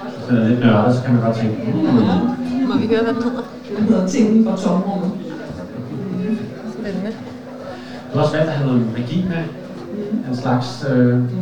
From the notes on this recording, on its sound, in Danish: Vi optagede LIVE under Holbæk Fantasydag 2023. 8 forfattere fordelt over 3 paneler.